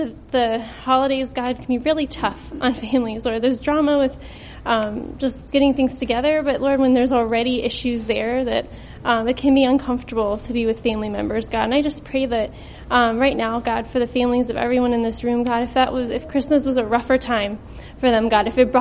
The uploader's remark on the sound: This recording will bring you into our gathering